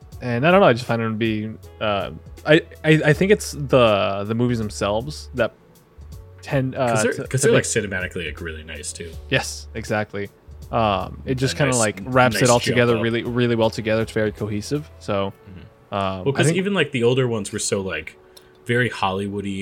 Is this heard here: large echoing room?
no